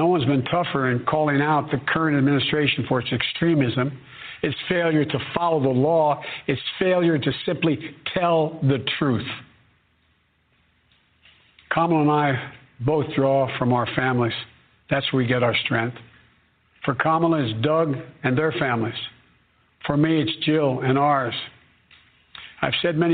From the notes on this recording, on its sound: It is a live call in show.